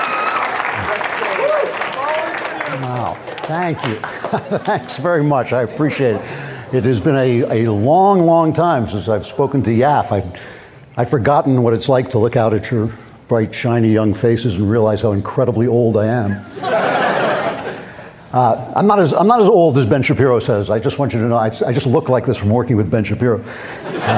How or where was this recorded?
live audience